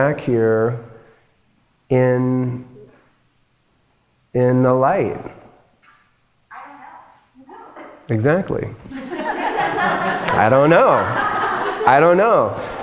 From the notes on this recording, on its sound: LIVE AT ASPEN SHAKTI. Today’s show is a live recording. In my hometown, Aspen Colorado. The event was recorded at Aspen Shakti.